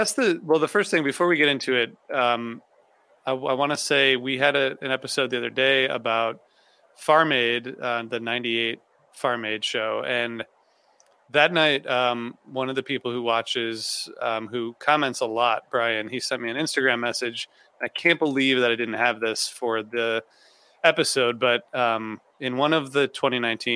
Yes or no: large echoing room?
no